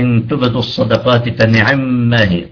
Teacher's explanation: تبدوا هنا ضمة التاء، باء مقلقلة، دو مضمومة بعدها واو